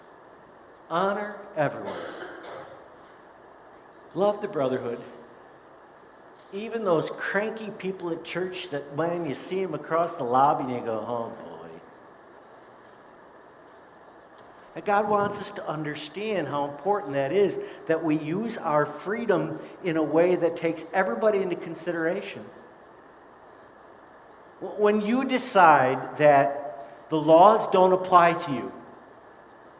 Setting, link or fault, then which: setting, large echoing room